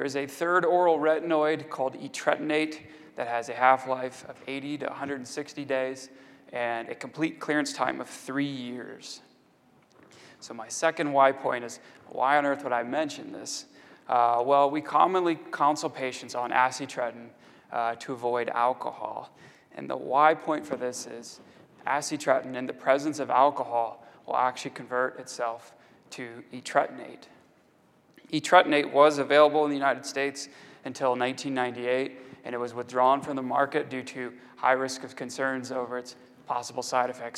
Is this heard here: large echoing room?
yes